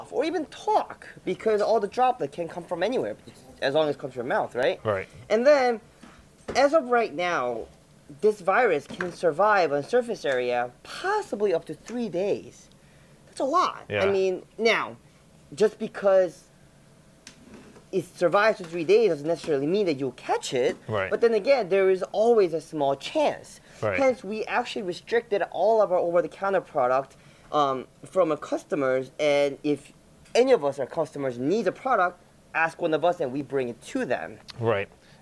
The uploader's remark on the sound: This episode was filmed at HB Pharmacy in North Arlington, NJ.